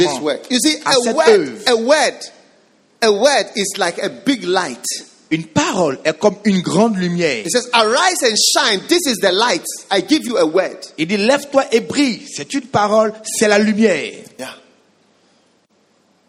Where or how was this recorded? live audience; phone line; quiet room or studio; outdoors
live audience